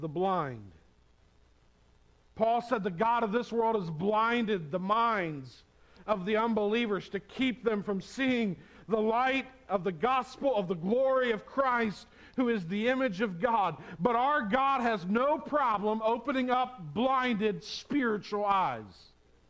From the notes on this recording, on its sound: on Palm Sunday 2022 at the Tarrant Bible Methodist Church